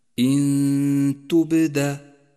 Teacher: ولذلك لونت النون باللون الأخضر إشارة إلى موقع الغنة إن تبدا غنة مرققة لأن حرف التاء مرقق والغنة تتبع ما بعدها في الترقيق والتفخيم